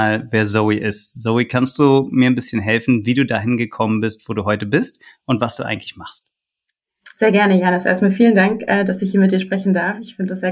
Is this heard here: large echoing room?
no